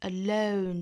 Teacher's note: but still separate and alone 这个 and 和后面的 alone 呢是可以做连读的、啊、and alone Alone 这个词英式和美式的发法又不一样了，跟我们昨天讲到的 hope 是一样的道理。那这里面的 alone 是要有个滑动感的，英式发法里面的这个 alone 的滑动感呢要比美式要多得多，是要从这个 schwa sound a 滑动到一个 alone 再加后面的这个尾音鼻音，这个鼻音一定不要丢了，不要发成了 alone 要加 nalone。那美式发法呢就是相当于一个我们小的时候学到那个 o 的发